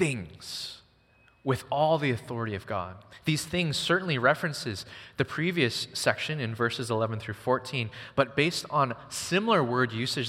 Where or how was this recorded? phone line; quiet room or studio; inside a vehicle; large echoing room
large echoing room